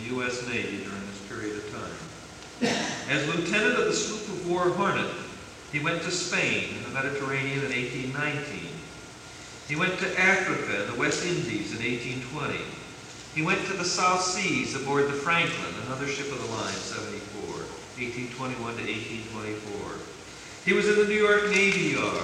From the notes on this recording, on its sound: This recording ends very suddenly at about 60 minutes